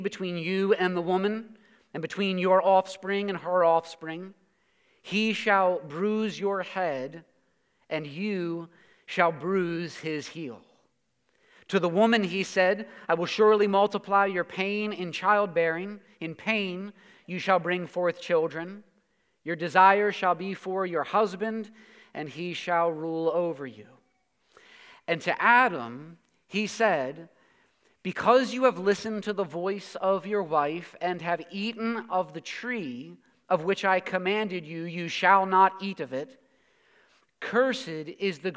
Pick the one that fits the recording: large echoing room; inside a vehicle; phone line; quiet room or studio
large echoing room